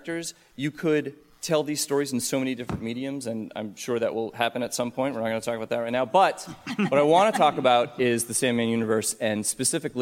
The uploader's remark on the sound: DC Vertigo Panel (New York Comic Con 2018). Recorded October 5, 2018 at New York Comic Con.